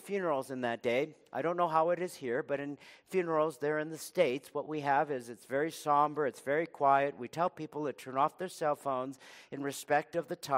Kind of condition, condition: setting, large echoing room